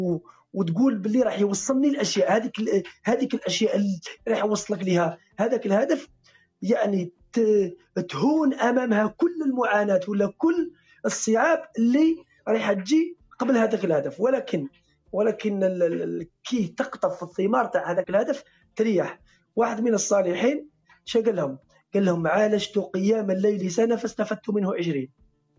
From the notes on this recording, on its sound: This was recorded on ClubHouse on the Club Studio-t.fm on the Room Espresso Talk.